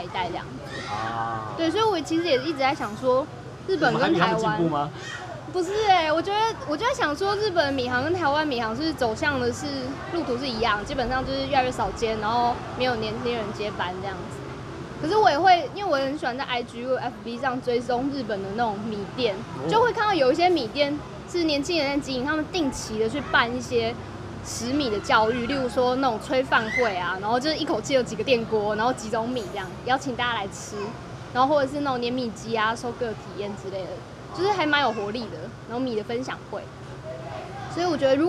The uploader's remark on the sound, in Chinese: 錄音地點：台南 牽咖啡 Chen Coffee。